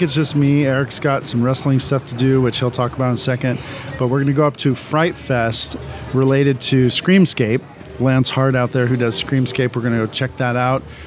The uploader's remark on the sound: Live from Creep It Real OC 2021